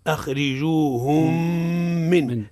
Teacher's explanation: أدغمنا الأولى في الثانية بعد حذف الأولى من اللفظ ما بقى الثانية مشددة من جنسها · Term: إدغام بغنة